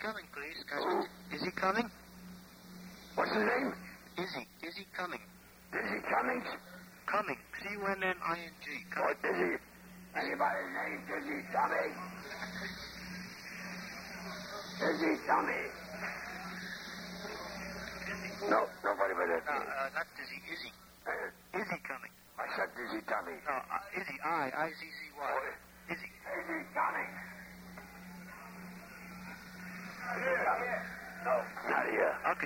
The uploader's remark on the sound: RBCP's Personal Prank Phone Calls Collection: Tube Bar Tapes